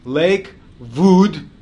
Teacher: So the W becomes a V. The W gets in Yiddish is pronounced like a V.